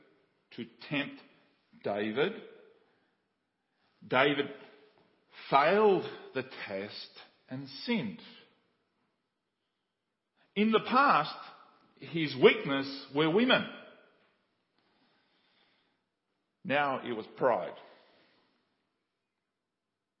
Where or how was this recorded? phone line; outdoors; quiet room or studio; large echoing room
large echoing room